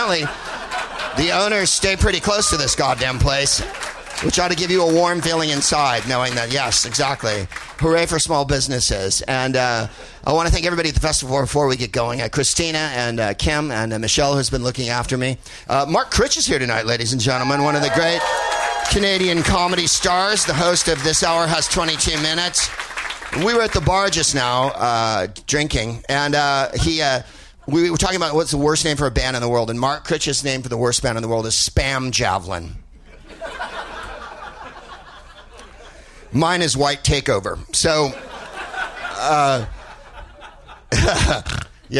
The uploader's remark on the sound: Live from the Halifax Comedy Festival